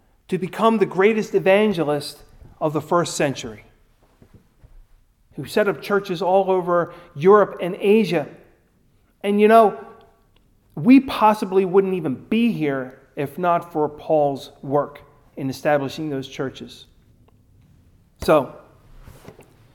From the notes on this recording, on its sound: Recorded at Ebenezer UMC on March 7, 2021